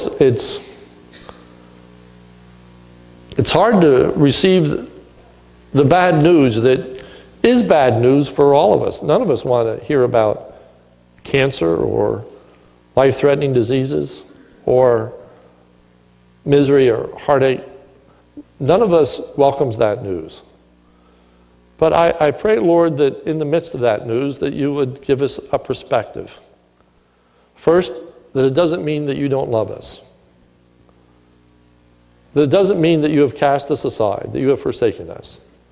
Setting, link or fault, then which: setting, large echoing room